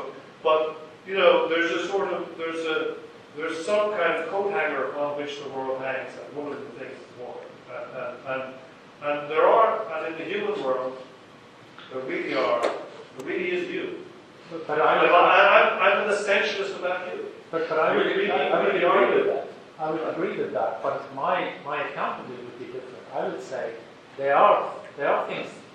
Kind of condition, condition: setting, live audience